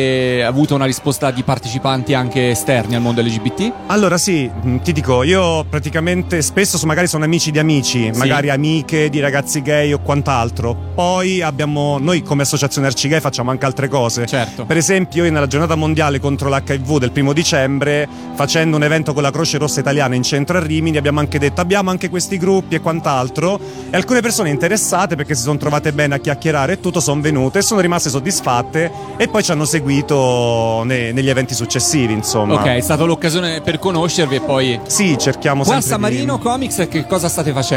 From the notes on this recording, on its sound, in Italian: Da San Marino Comics 2020 la nostra intervista